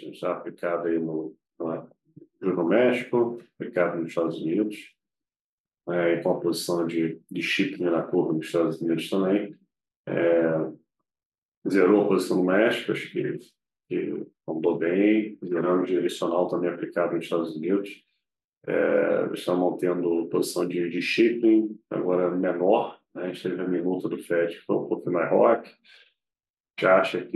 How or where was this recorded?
video call